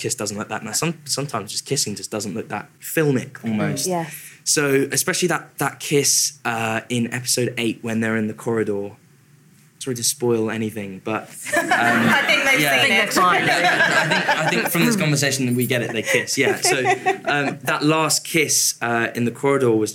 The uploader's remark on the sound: Live from The BFI And Radio Times TV Festival. Live at the BFI in front of an enthusiastic audience.